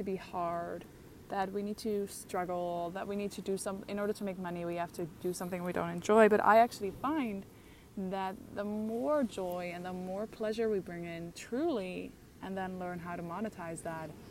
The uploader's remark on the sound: Live from the beach in Bali